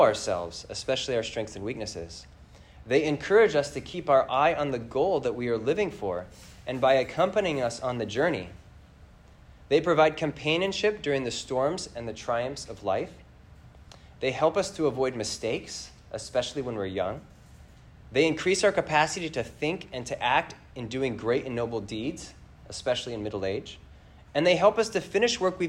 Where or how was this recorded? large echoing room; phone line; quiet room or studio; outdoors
large echoing room